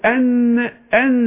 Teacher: شوف خروج النفس الهواء الى التجويف الانفي اللي فوق، مش التجويف الفموي، لان الغنة التي تخرج من الخيشوم